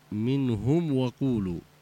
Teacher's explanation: الميم الساكنة إذا جاء بعدها الواو أو الفاء هنا تكون أشد إظهارا ويسمى إظهارا شفهيا أو شفويا